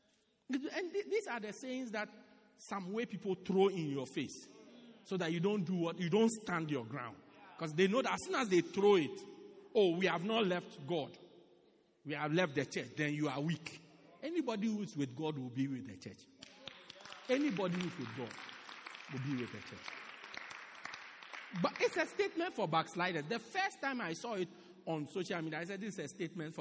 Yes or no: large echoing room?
yes